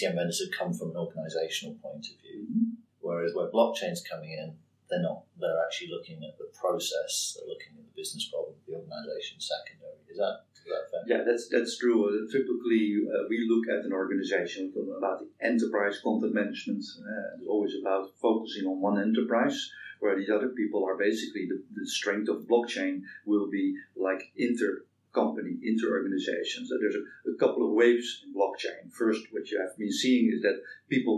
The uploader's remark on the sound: The Audio isn't great.